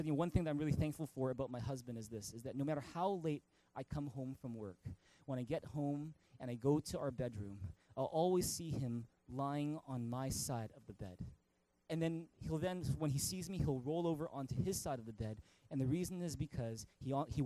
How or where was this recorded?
large echoing room